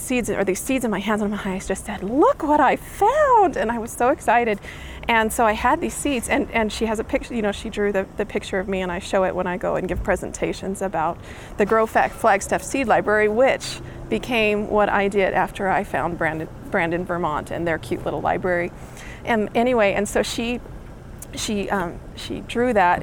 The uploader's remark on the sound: This Seed Story was recorded during the SeedBroadcast Seed Story Workshop at the Mountain West Seed Summit in Santa Fe, NM.